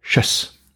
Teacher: the last syllable, shus, which contains this strange schwa sound